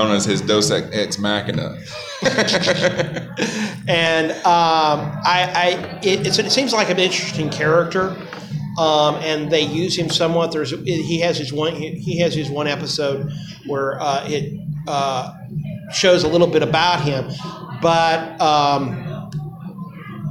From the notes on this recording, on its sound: Recorded live at Magic City Con in Birmingham, AL.